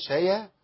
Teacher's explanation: الياء مش مفخمة خالص، ولا الشين